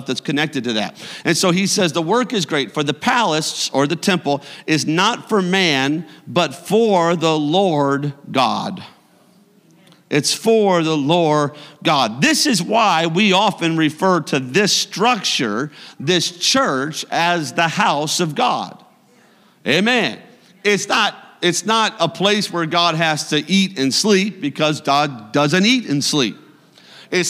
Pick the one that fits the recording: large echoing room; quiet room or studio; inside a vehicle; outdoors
large echoing room